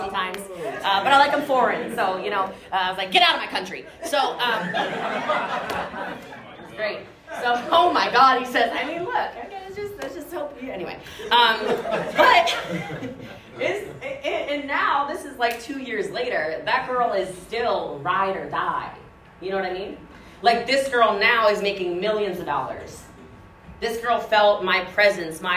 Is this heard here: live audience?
yes